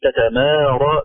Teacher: مراعاة ترقيق الميم الممدودة بسبب الراء بعدها، البعض يقول تتمارى بتفخيم الميم هكذا، فنبغى أن نراعي ترقيق الميم تتمارى بدلا من تتمارى.